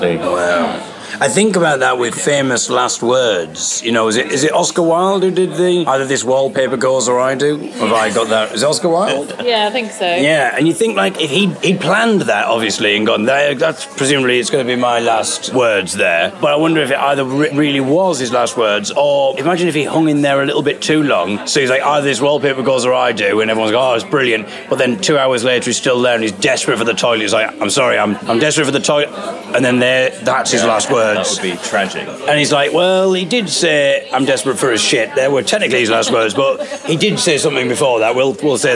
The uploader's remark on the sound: live from Folk East Festival in Suffolk